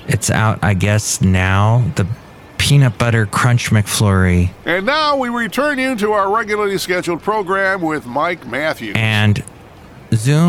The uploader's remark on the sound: Podcasts live from Café Anyway.